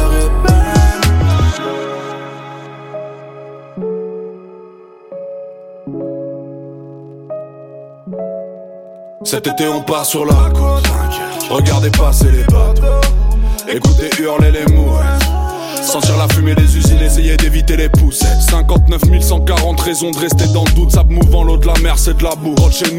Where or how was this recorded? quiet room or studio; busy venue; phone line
busy venue